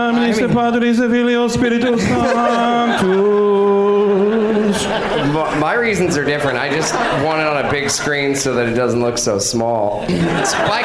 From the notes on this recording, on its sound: Live from Michigan's Traverse City Film Festival